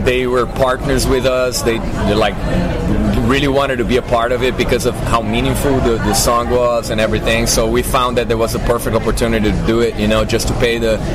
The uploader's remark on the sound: interview recorded prior to the band's performance at Mad With Power Fest